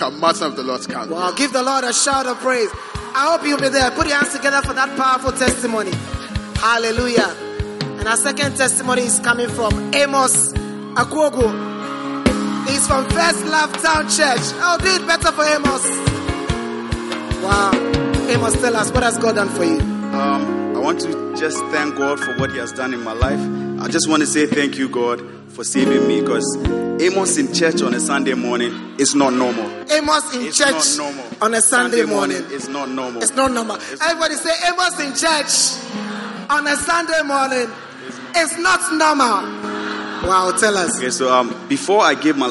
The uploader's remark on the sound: Preached at the Prophetic Encounter Service.